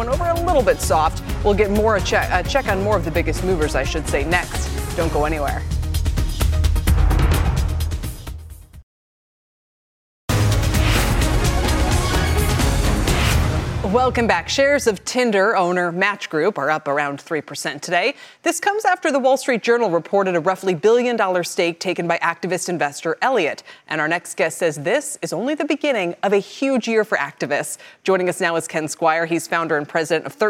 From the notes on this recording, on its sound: Live from CES! The Consumer Electronics Show in Las Vegas is underway.